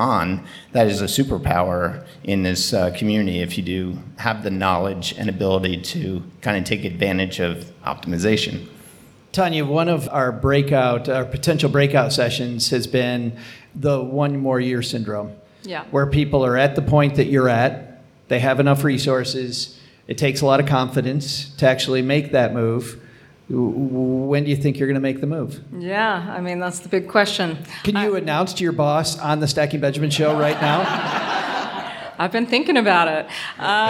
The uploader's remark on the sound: Interviews and stories with a live audience. Live from Bali! LIVE from Bali, Indonesia.